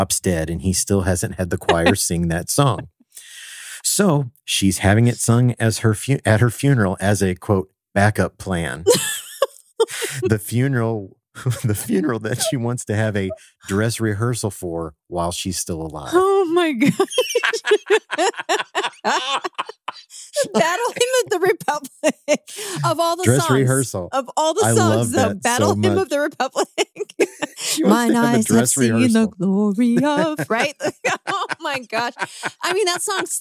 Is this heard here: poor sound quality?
no